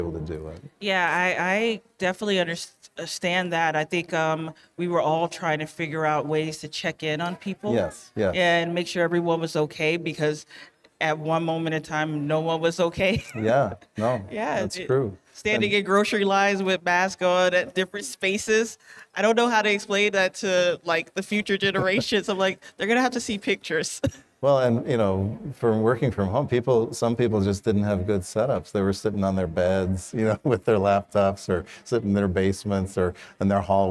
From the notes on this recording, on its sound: Interview at PALTC23. Recorded (in front of a live audience).